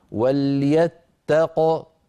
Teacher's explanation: نقف بقاف ساكنة مقلقلة